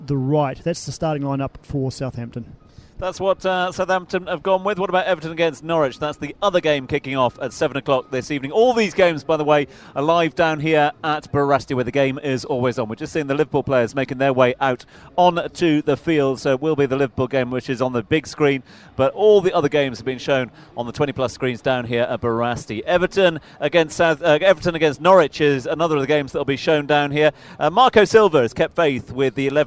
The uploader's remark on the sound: From the rooftop garden of Barasti.